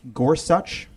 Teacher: It's a spondy, right? The emphasis is the same on both the first and second syllable. · Term: spondee